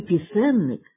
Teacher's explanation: У слові «пісенник» слід наголошувати другий, а не перший склад, як часто кажуть під впливом російського «пісеннік».